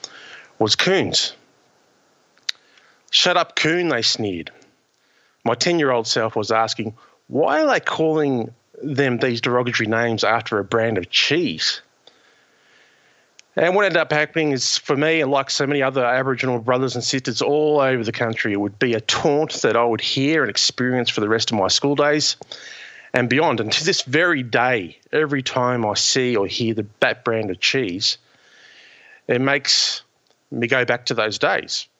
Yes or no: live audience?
no